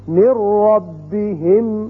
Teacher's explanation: اب نون نہیں پڑھا جائے گا، میم را سے ملے گا